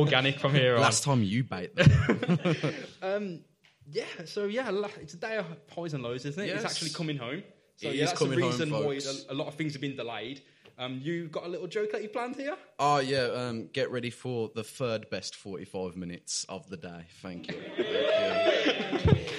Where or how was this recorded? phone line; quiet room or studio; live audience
live audience